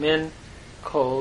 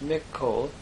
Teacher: The dogish in the kaf is due to the fact that the nun of the min had assimilated, causing a doubling · Shown in: second take · Min kol becomes mikol.